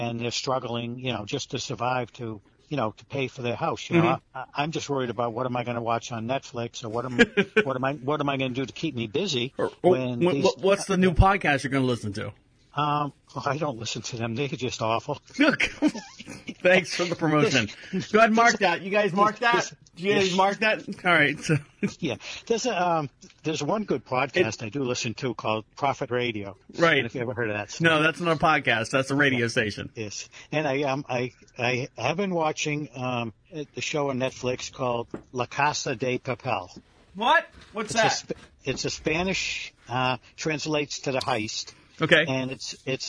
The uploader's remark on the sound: This is a phone call